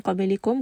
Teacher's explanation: ba here has qalqala